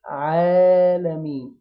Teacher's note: العين مفتوحة بعدها ألف مادية يعني هتتمد حركتين